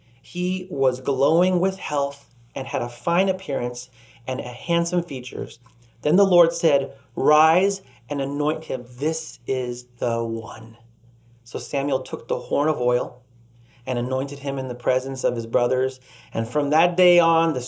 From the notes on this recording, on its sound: Delivered on 13 June 2021 at Grace Church of La Verne. Delivered on 13 June 2021 at Grace Church of La Verne.